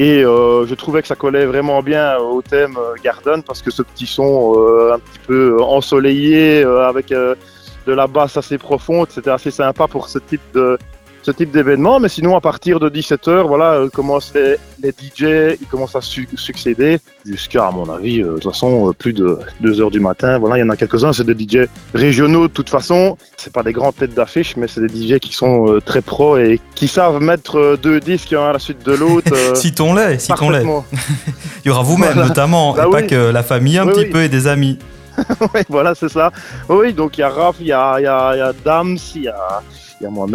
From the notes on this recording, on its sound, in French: A échangé par téléphone avec l'organisateur.